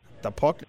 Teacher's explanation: He very, very clearly says duh the puck instead of the